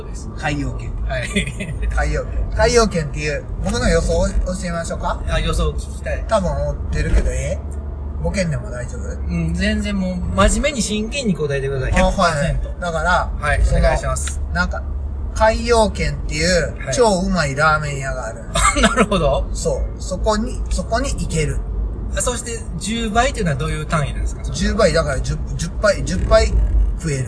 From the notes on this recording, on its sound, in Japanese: 番外編２ 車中にて。ここからは長野県から三重県松阪市までの5時間のドライブ中の車中の会話収録です。